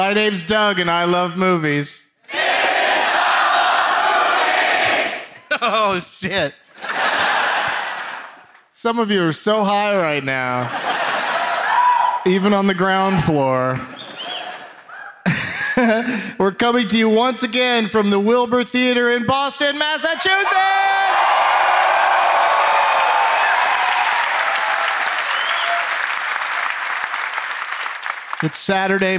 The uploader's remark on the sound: Live from the Wilbur Theatre in Boston